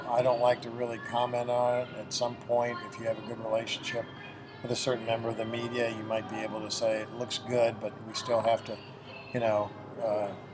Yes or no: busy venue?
yes